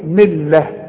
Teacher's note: اذا وقفت بقى اقول ايه ملة، التاء المربوطة بتتحول الى ه